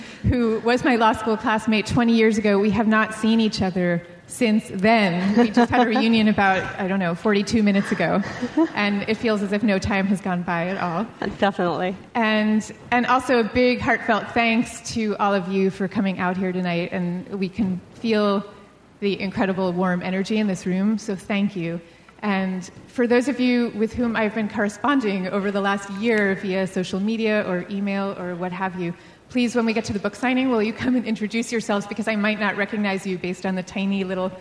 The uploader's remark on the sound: Live at Politics and Prose. Live at Politics & Prose is a co-production of Slate and Politics & Prose Bookstore in Washington, D.C.